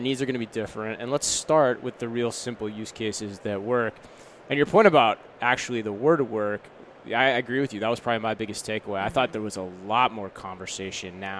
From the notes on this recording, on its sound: NRF 2020 Live Recap from the Javits Center, NYC.